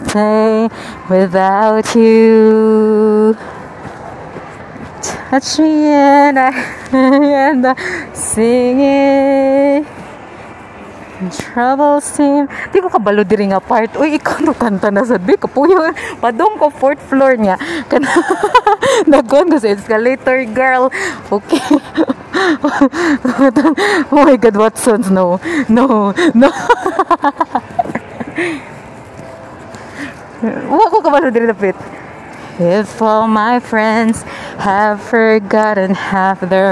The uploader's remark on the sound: Recorded this while walking in Ayala Central Bloc.